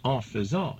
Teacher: the AI is pronounced as a schwa, something like le or the in English